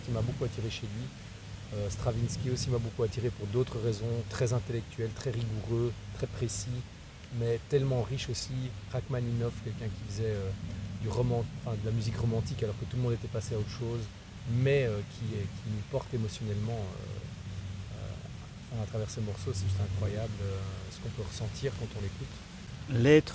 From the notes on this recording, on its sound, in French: Ways (Genappe). Le bruit du vent dans les feuilles en guest en plus du couple d'invités multipreneurs, slasheurs.